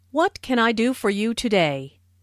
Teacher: Notice that this question starts with what, so the intonation drops at the end of the question.